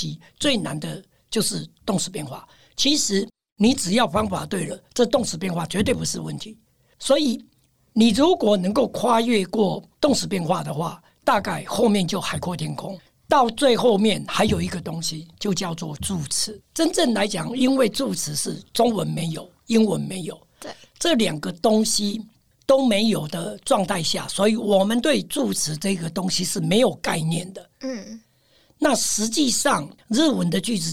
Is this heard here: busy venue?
no